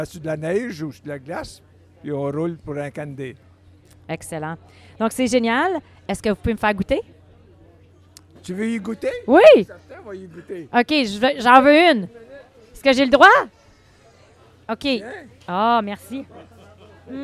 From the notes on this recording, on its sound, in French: Festival du Bois : l’expérience sonore. Toute l'équipe du balado étaient au Festival du Bois.